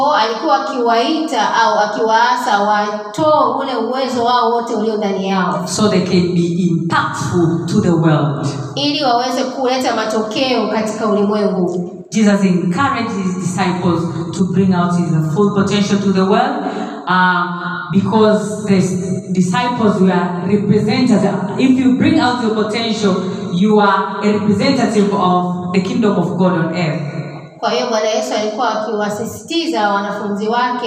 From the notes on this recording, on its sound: Sermon preached at Special Sunday for Professionals and Business Owners, Lampshine Church, Dar es Salaam, Tanzania.